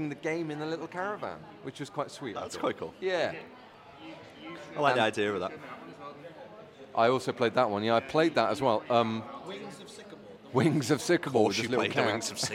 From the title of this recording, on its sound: EGX 2022 LIVE!